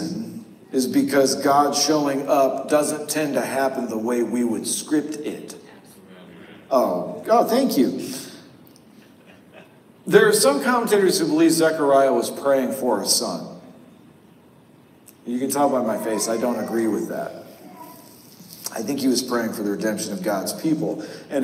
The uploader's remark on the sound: The audio had to be pulled from our live stream due to an error with our audio recording device. The cavernous echo is a bug, not a feature.